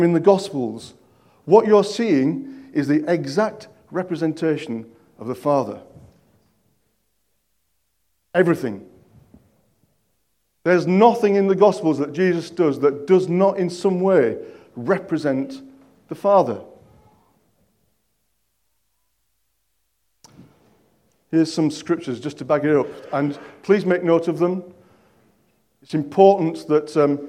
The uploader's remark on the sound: At King's Church, Cockermouth, as an audio file.